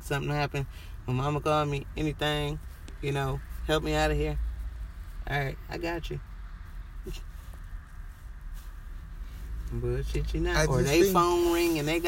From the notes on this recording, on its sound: Conversations in the car with my best friend